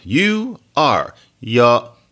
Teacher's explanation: So that you have to learn these little things, where what happens is that it starts with this be form, like, you know, is, am, are, but then it just kludges on to that pronoun before, it messes the pronoun up, and really there's nothing left of the separate form of be, but just some vowel sound